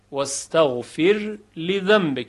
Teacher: یعنی را رو ترقیق میکنیم و ساکن اظهارش میکنیم · Term: وجه اظهار